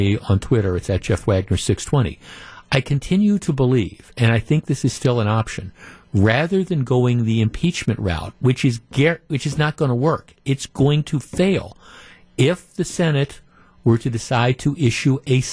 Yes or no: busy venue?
no